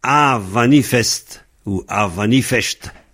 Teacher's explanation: Le « m » devient « v ». · Term: mutation en « v »